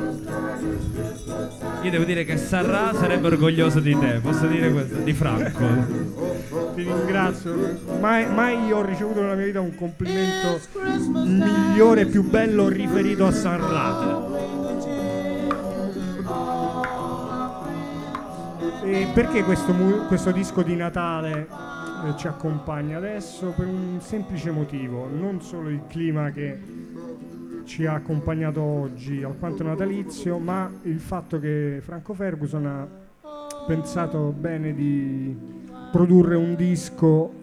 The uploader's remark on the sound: Live Streaming. Ogni domenica, alle 19.00, in diretta dal MONK CLUB di Roma. Streaming su THE ROOST.